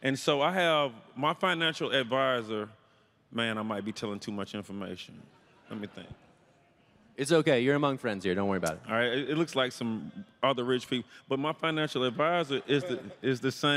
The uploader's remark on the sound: This panel occurred on June 10, 2022, the second day of CoinDesk’s Consensus 2022 festival